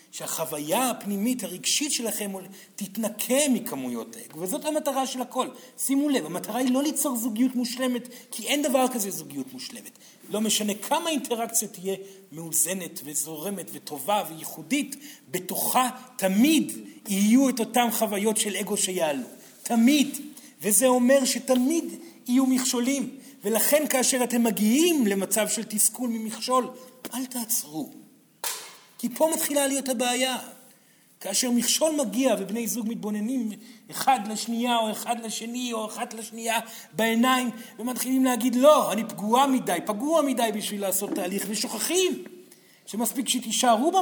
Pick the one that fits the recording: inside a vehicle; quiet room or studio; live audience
live audience